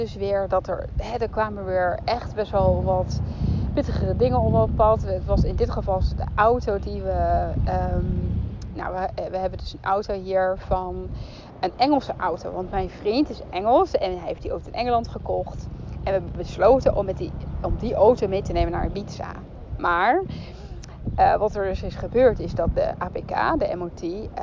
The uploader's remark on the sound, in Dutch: Excuses voor de stukjes met wind in de opnamen.